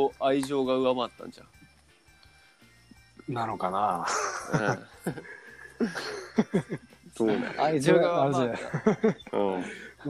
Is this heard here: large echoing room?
no